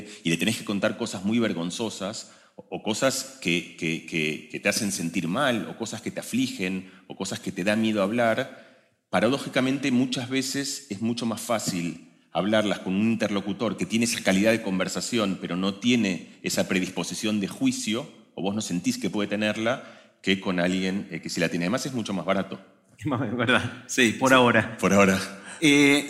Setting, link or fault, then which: setting, live audience